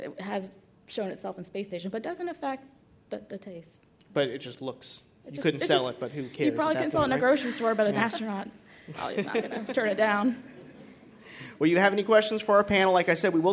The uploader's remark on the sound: Listen back to WMFE’s Speak Series “How To Survive on Mars” with a panel of experts. Recorded in front of a live audience. At the studios of WMFE in Orlando, Florida.